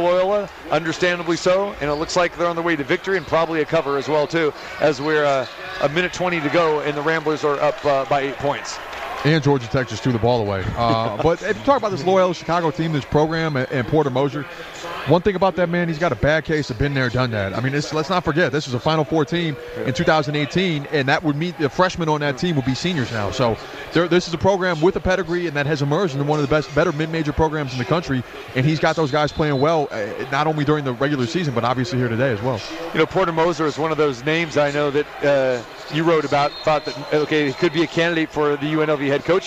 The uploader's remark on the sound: Live from the most exciting March Madness party on the planet, Hoops & Hops inside the Chelsea Theater at the Cosmopolitan of Las Vegas.